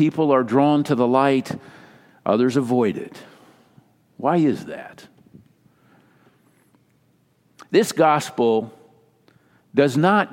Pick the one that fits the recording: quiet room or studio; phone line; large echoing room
large echoing room